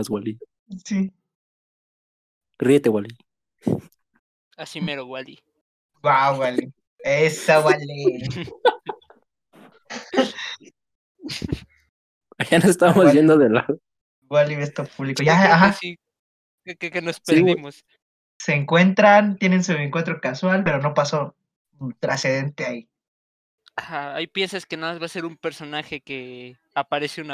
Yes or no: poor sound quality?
yes